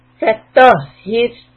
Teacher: Fa is soft, ta heavy, fa ta. Raise the back of the tongue.